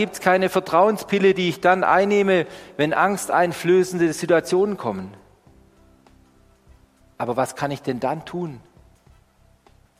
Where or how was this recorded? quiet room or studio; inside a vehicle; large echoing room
large echoing room